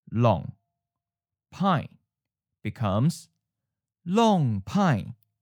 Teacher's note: it has to change from the mid-falling to the high-falling tone